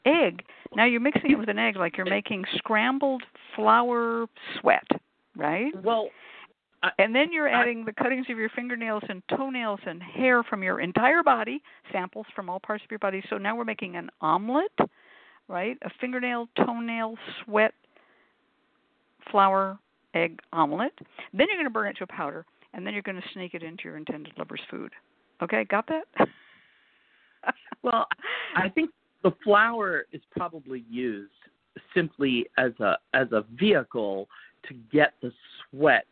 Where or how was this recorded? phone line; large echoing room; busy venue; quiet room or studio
phone line